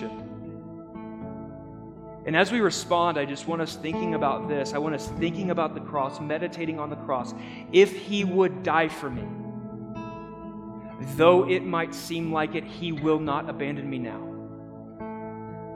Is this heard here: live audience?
yes